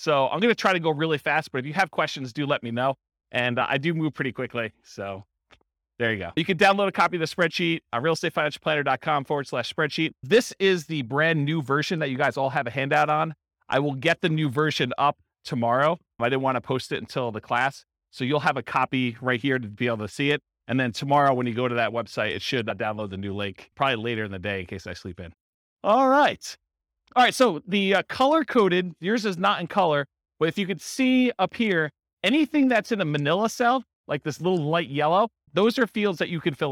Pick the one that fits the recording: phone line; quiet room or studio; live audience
live audience